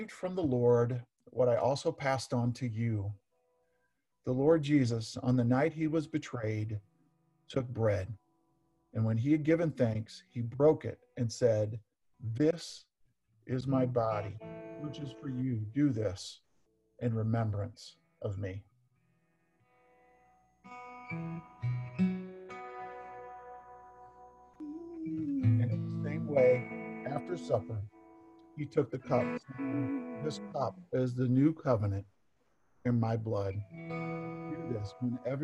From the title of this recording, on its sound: Zoom Sunday